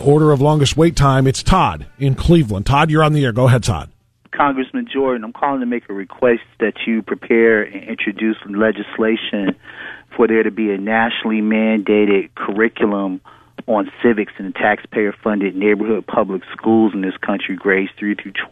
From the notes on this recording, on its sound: In Studio Taking Your Phone Calls.